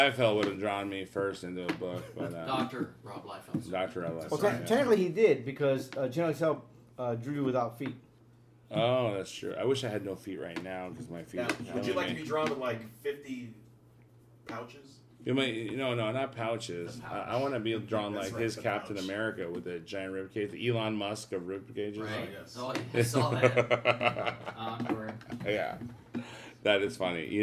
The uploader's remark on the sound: Live from San Diego Comic Con 2022!